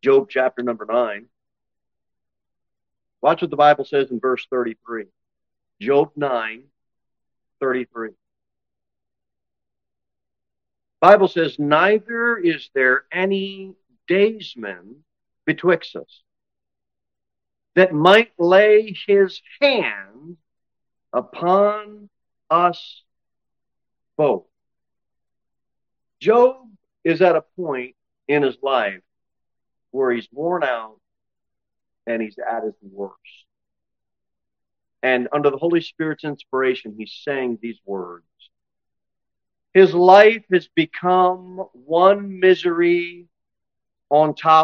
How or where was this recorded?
large echoing room